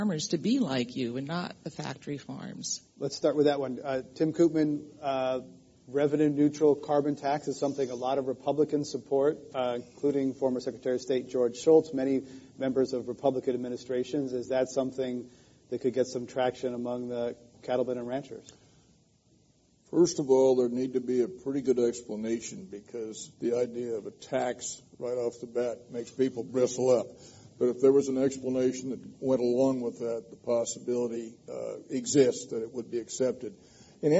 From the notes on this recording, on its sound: This program was recorded in front of a live audience at The Commonwealth Club of California on February 24, 2014